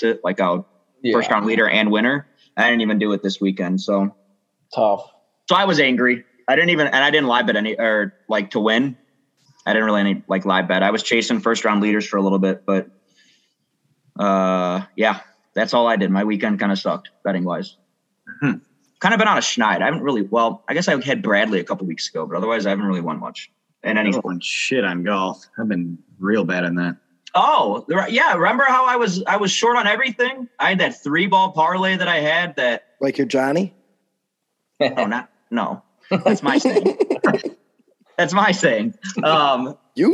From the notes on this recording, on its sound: Zoom week with the boys scattered about.